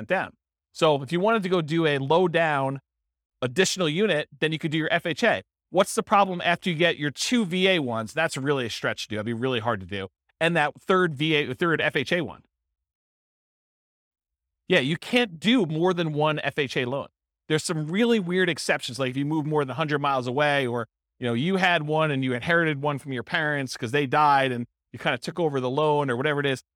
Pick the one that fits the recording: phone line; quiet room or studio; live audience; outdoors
live audience